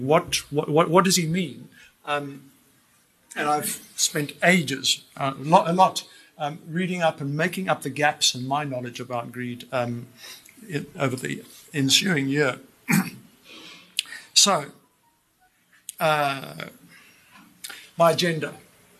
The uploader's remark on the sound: Held at JHB: Auditorium, Mutual Place, Sandton on 25 September 2019